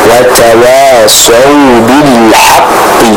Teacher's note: Sadnya tebal, wawnya tetap tipis, dialirkan dengan lembut.